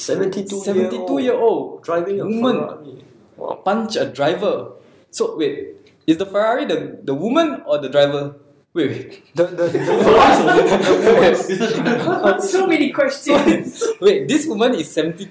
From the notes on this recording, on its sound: We have live audience joining us this time!